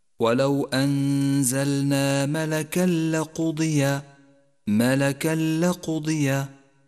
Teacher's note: جاء التنوين وبعده حرف اللام، واللام حرف إدغام بلا غنة، والواجب هنا أن نسقط التنوين من اللفظ وأن نشدد حرف اللام الذي بعده من غير غنة، ولذلك لون التنوين باللون الرمادي إشارة إلى عدم نطقه. · Term: الإدغام بلا غنة